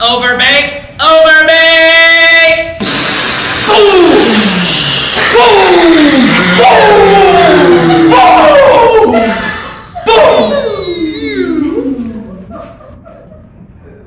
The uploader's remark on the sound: Recorded Live at Packrat Comics. Packrat Comics is a fun family friendly comic shop located in the heart of Old Hilliard.